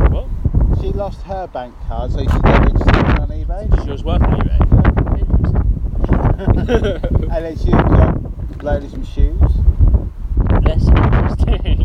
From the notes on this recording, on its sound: Windy windy windy. As the title says, it’s a very windy evening, which explains the short run time. Apologies for the bad weather, next ep will sound better!